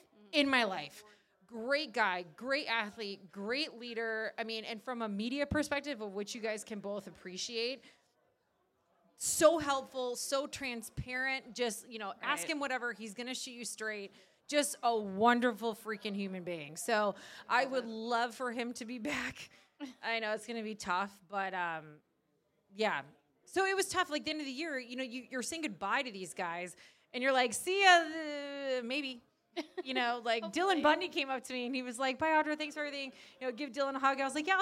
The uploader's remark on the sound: went live from Dukes Pizza-Pub-Grill in Oakville